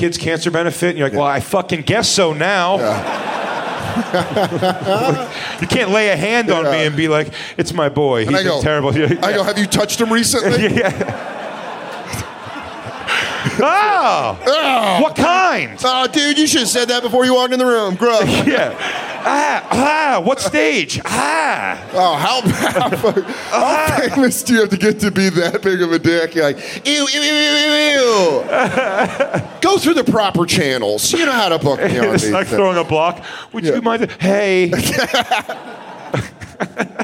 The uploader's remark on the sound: The Bonfire Live 3 Year Anniversary at Skankfest NYC 2018 in Brooklyn, New York. Celebrating a milestone live from Skankfest in Brooklyn. It was a packed crowd.